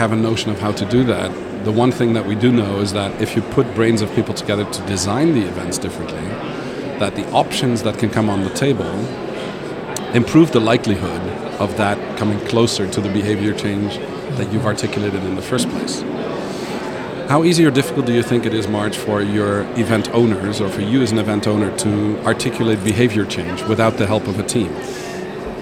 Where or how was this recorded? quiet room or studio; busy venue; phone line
busy venue